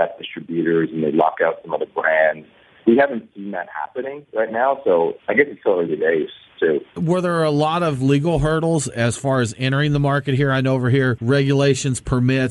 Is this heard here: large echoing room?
no